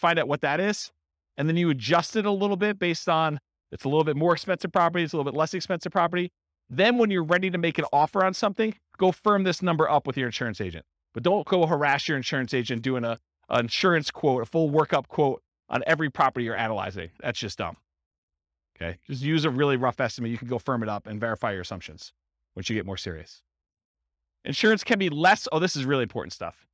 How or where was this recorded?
live audience